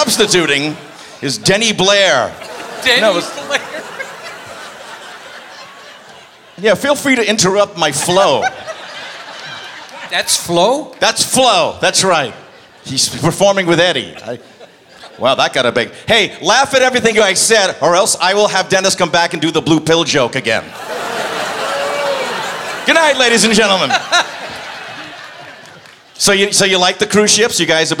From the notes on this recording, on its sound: Live at the SouthPoint Casino